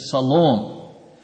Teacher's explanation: In the New Testament, there's no SH sound, so it makes it Siloam.